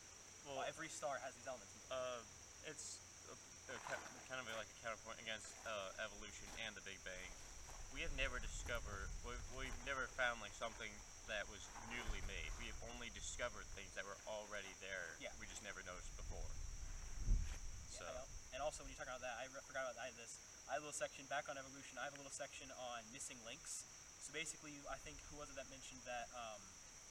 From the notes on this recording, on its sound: we decided to record on an island in a river today so it might be hard to hear and you might hear other noises